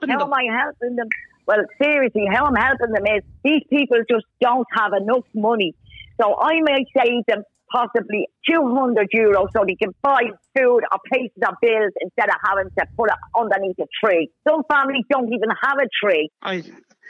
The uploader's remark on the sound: A woman phoned